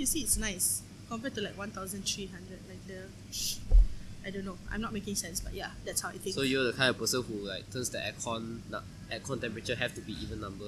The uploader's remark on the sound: we went to a cafe and recorded this episode.